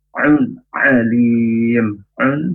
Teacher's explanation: Huruf ain dari tenggorokan yang tengah.